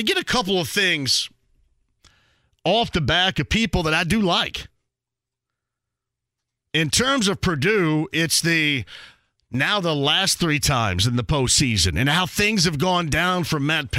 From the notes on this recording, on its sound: Fans submit questions and comments online! Opens the phone lines to take some calls. The first hour wraps up with some question and comments from listeners online and through the phones! He also takes some calls from listeners!